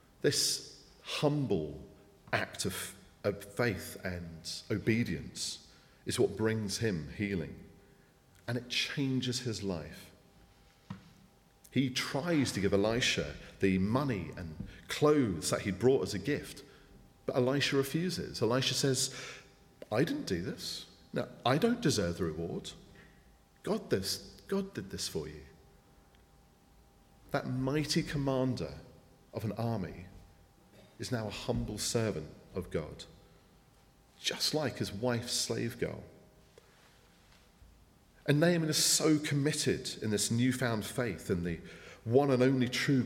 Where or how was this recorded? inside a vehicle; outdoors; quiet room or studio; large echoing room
large echoing room